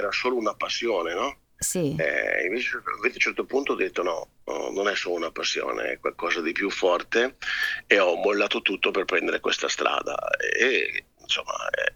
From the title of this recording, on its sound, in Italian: INTERVISTA TELEFONICA